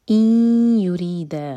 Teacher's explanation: ان کا جو نون ہے وہ آگے یا سے مرج ہوگا تو ہم نون کو ٹچ نہیں کریں گے